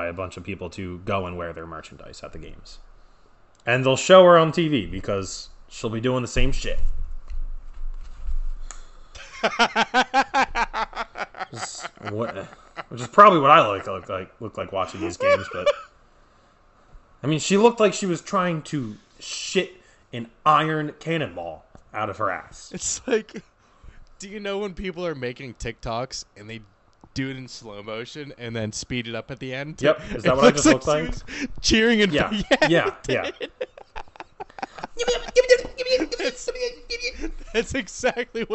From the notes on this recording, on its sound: We recorded this during the Phillies game and we have some live reactions. Skype stopped recording 1 minute and 12 seconds.